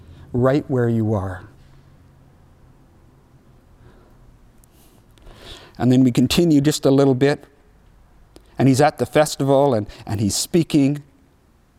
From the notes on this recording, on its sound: audio only recording of our service